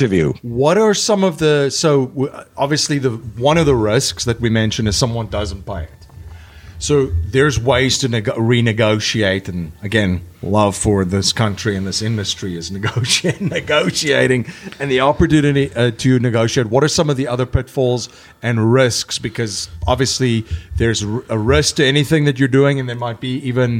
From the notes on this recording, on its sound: live at the Hive in Trenton, New Jersey